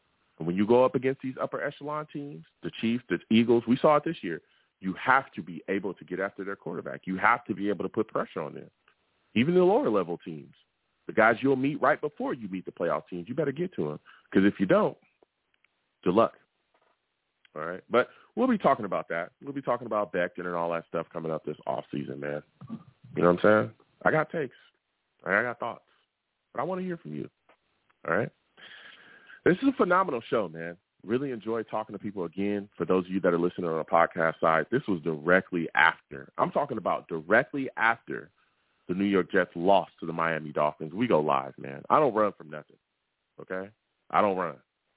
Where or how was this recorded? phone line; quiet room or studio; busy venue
phone line